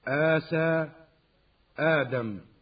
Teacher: فمن القواعد العامة للتلاوة أنه إذا وقع في أول الكلمة همزتان وكانت الهمزة الثانية منهما ساكنة أبدلت هذه الهمزة الساكنة حرف مد من جنس ما قبلها، أي إذا كان قبلها فتح أبدلت الهمزة الثانية ألفا